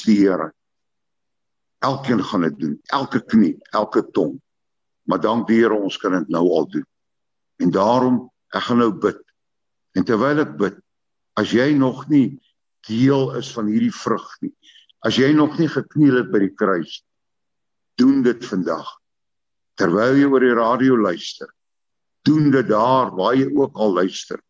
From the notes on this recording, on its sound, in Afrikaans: Manne van die Woord se Zoom Byeenkoms 31 Maar 2022